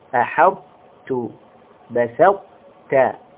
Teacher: الطاء هنا مفخمة مدغمة في التاء · Term: الإطباق